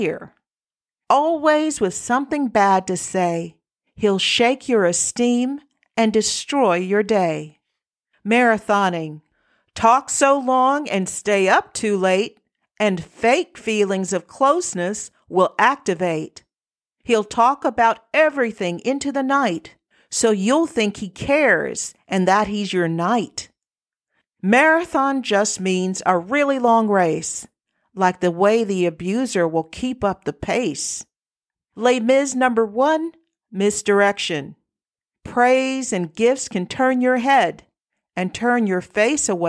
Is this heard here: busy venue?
no